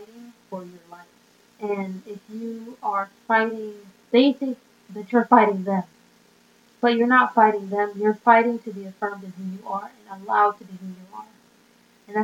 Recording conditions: poor sound quality